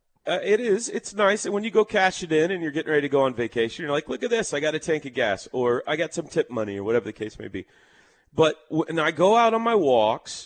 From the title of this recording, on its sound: LIVE FROM BROWN OHAVER